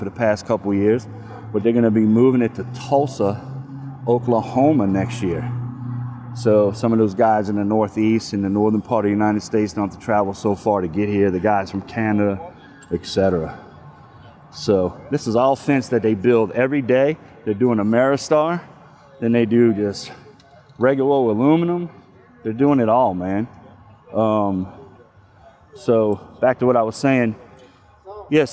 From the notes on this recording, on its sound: LIVE on location at the American Fence Association's University in Arlington, TX